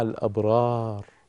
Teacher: الوقوف بالسكون على الراء المسبوقة بألف لينة، يعين على الترخيم والترنيم